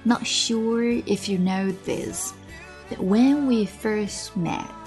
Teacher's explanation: 其实这三句当中出现最多的就是爆破音 t, not, but, first, met, got, couldn't,全是 t,全部爆破掉 · Term: 失去爆破